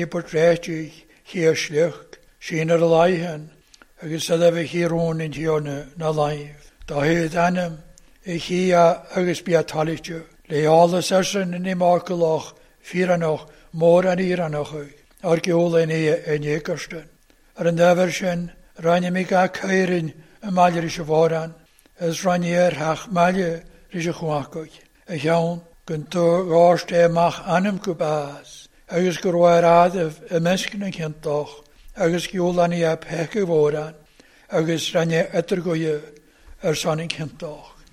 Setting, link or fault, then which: setting, large echoing room